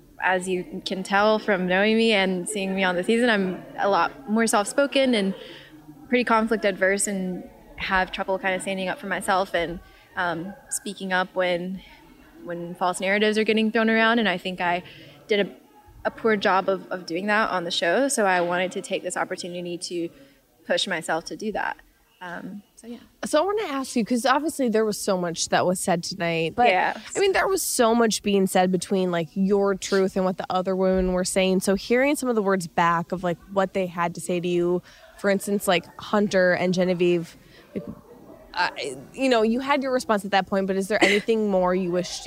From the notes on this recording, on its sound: LIVE from ‘Women Tell All,’.